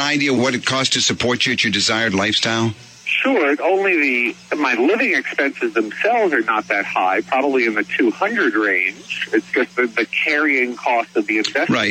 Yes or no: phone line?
yes